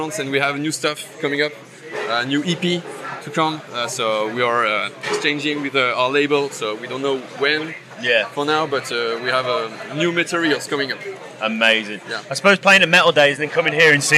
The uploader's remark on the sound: From our 'Live from Bloodstock 2023' series.